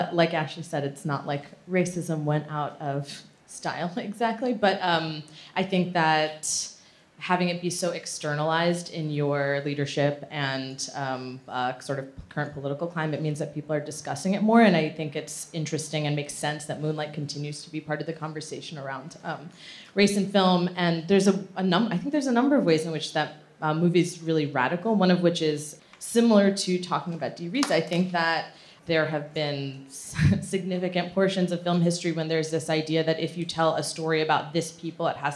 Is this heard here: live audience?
yes